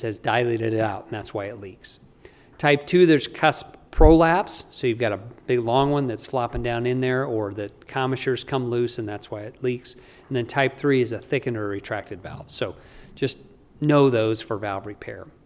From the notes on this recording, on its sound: During the CORE conference in Salt Lake City, Utah - USA.